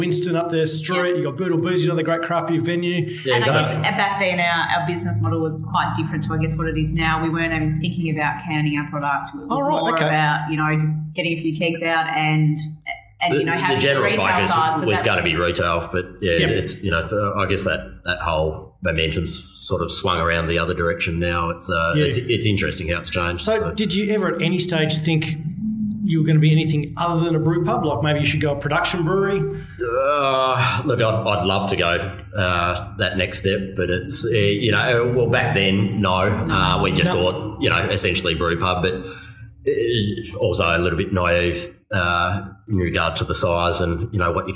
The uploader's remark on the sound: If you haven't been to Hobart. A rare "live in venue" recording.